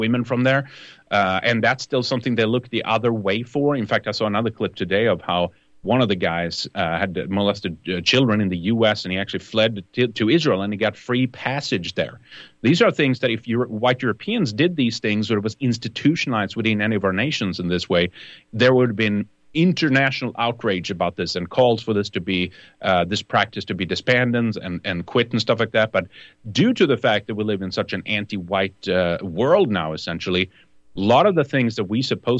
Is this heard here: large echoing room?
no